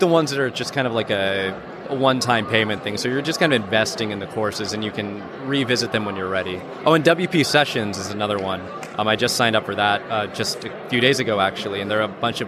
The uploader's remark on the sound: Special Episode: Live from WordCamp US 2017. In this very special live episode, I had the opportunity to interview WordCamp US attendees.